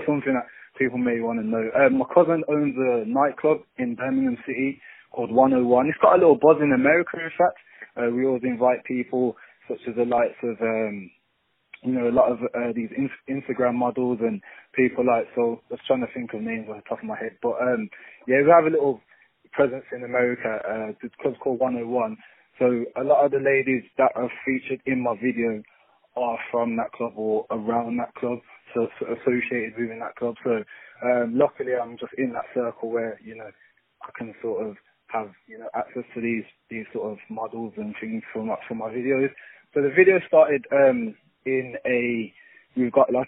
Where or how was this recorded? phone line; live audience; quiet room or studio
phone line